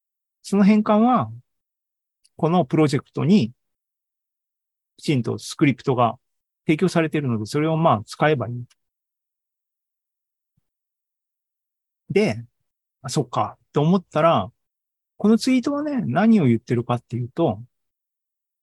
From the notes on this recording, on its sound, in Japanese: ZOOMライブの模様です。